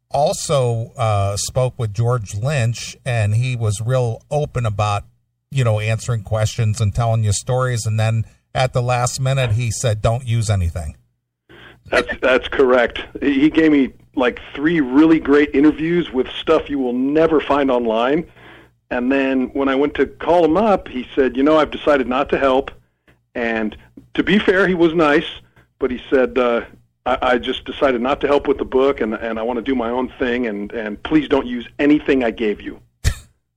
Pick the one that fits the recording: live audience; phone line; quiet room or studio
phone line